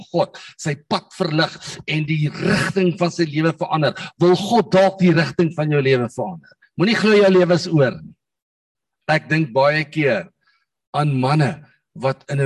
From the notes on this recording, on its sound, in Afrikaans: Manne van die Woord Zoom Byeenkoms